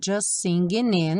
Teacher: Aqui, just singing, ficou como se fosse um dois S's. O T do just não é pronunciado.